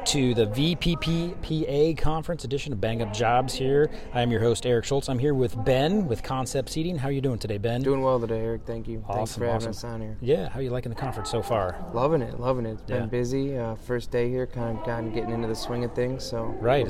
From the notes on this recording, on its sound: VPPPA Live Conference Podcast Interview. Broadway Ergonomics had the opportunity to participate in the Region 7 VPPPA conference this past June held in Branson, Missouri. As part of our exhibitor booth, we interviewed attendees of the conference for the podcast.